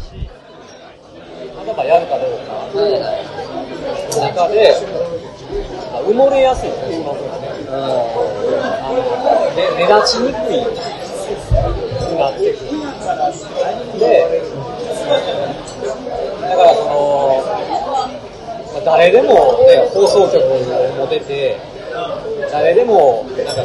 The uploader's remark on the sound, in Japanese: 居酒屋トーク。雑音がきつくてすいません。